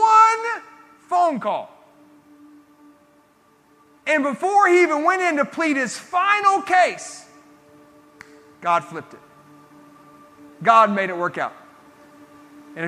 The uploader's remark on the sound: This sermon was recorded at Family Worship Center in Columbia, SC